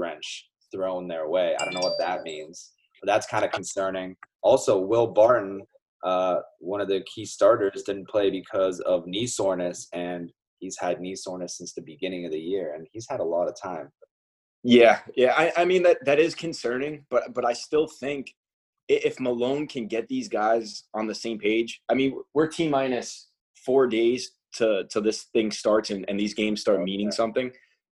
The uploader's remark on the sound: In this first-ever episode on Zoom